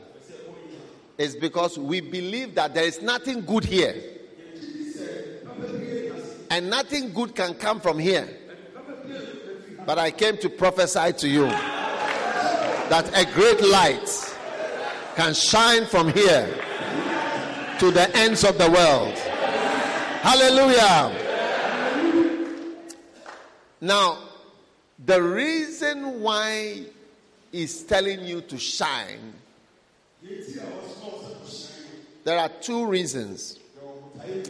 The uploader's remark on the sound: Preached at a Healing Jesus Campaign Pastors' conference in Drobon, Ghana on the 11th - 12th of December